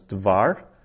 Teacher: its construct form is devar, where there's a shortening of the vowel